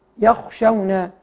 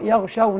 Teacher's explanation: والبعض يقلب الخاء إلى غين يقرأ يغشون.